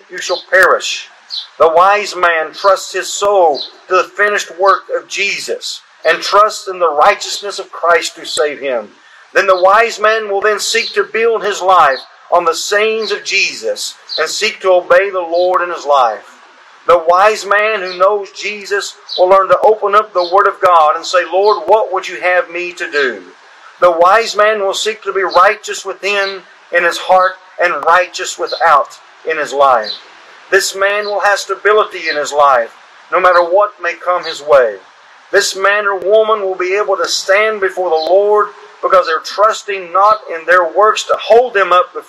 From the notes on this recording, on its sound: This service was held at the Washington town square.